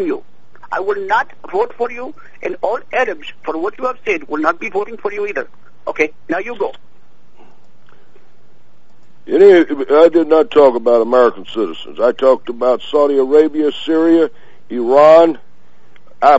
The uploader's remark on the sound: Personal Prank Phone Calls Collection